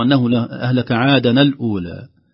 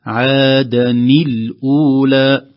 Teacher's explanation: نكسرها على اعتبار التقاء الساكنين فيكسر الأول · Shown in: second take · فنقول عادني الأولى. · Term: نون التنوين